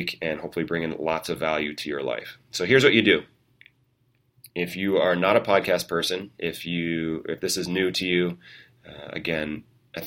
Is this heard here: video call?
no